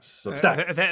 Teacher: The emphasis is on the stack.